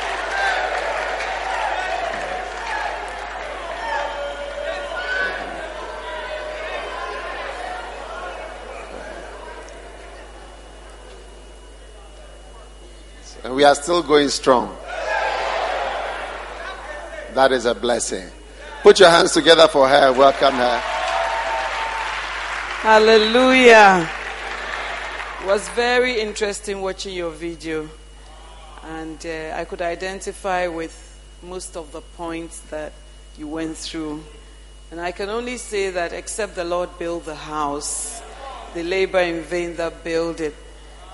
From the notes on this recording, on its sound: Preached at the dedication of The Qadish, Spintex Highway-Accra.